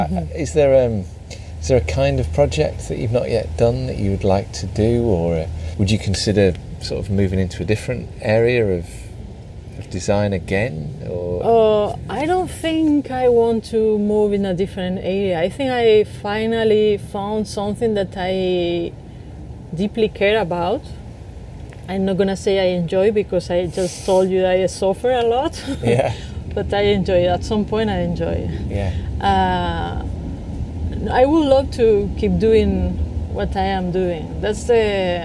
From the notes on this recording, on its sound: was recorded over lunch in her garden in LA